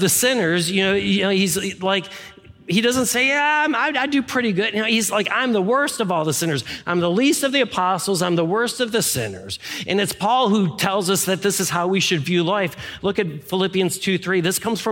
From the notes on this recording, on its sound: Any music performed live is performed under all appropriate licenses from CCLI. This is the core message from our live service on 2022-01-09.